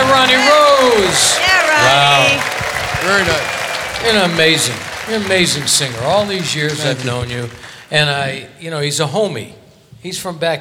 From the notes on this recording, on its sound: Live at the SouthPoint Casino